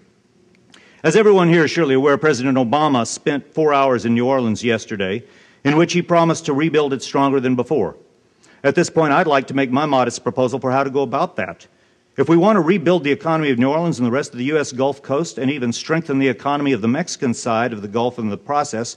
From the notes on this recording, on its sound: Keynote address at Zócalo’s conference on Race and Immigration in Post-Katrina America.